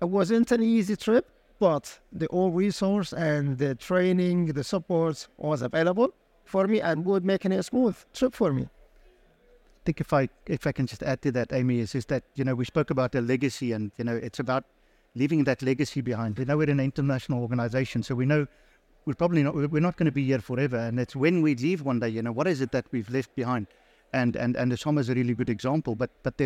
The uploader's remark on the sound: Recorded live at ADIPEC 2023